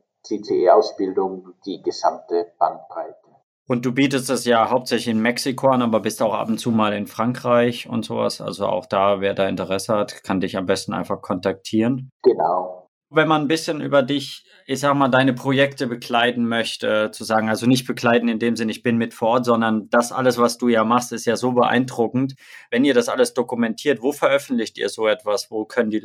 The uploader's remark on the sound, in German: Leider ist der Ton nicht ideal dieses Mal. In Mexico und ich in Deutschland sitze und ich ihm daher leider kein Mikro zur Verfügung stellen konnte.